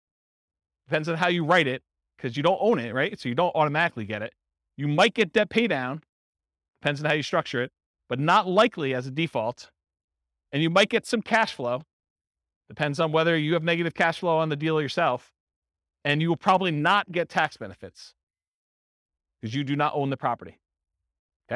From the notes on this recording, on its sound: This was a live class recorded.